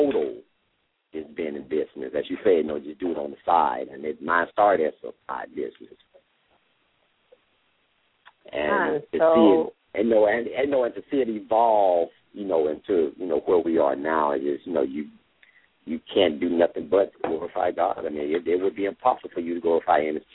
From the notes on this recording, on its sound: LML uses a progressive live call in format.